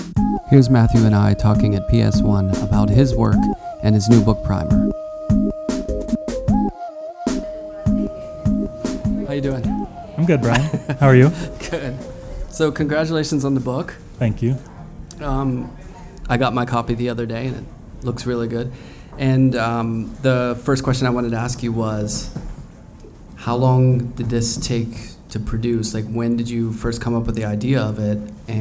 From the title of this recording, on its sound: from the NYABF at MoMA PS1